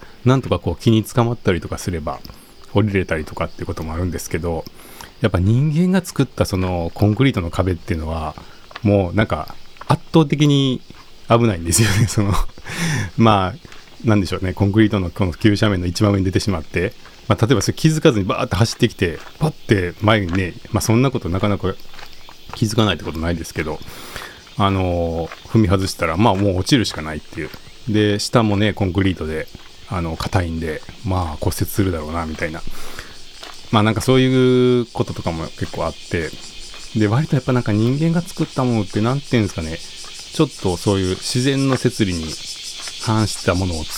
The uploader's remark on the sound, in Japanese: 公園や森の収録。015夜の公園はヤンキーよりもセミが怖い。